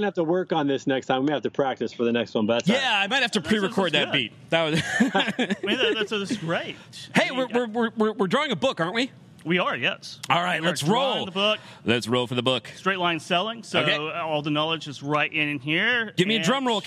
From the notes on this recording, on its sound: LIVE from the FreightWaves 3PL Summit